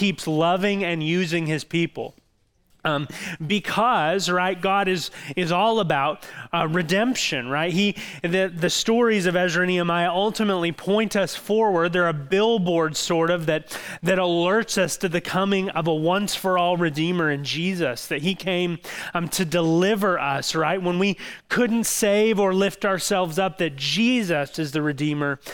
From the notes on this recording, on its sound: audio from New City Church in Champaign-Urbana, IL